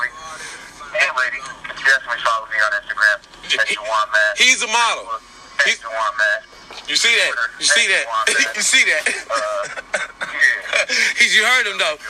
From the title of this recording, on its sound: Phone call